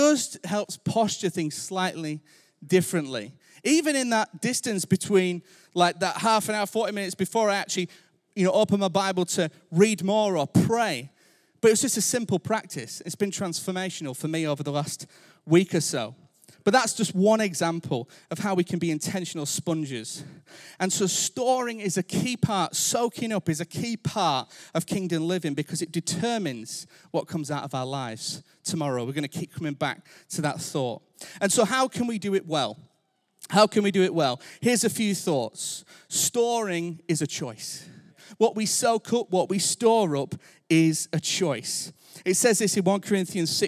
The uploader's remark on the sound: Recorded Live at Life Church Lancashire.